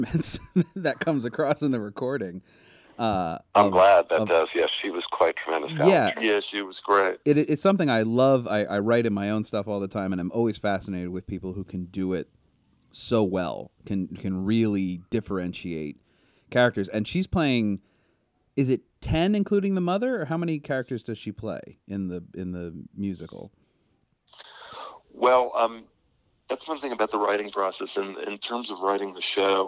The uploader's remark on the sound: Phone interview.